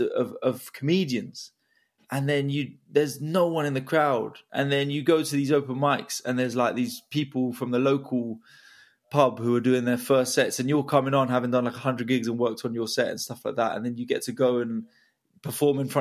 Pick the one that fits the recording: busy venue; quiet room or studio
quiet room or studio